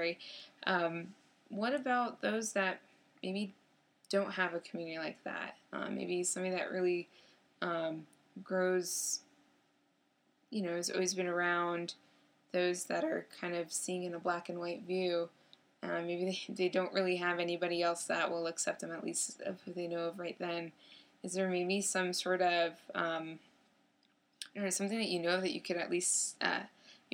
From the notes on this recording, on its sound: We apologize for the softer sound quality on this episode.